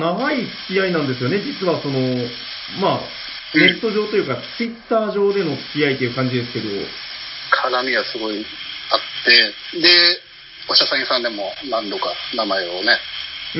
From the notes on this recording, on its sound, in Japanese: 収録の環境上、全体的に音質的に聞きづらくなっております。